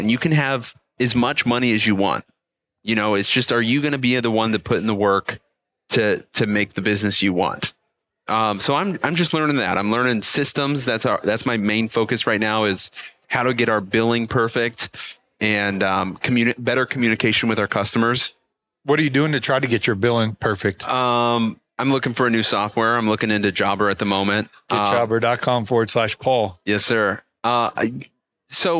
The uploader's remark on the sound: all from the Lawntrepreneur Academy Live event in Novi, Michigan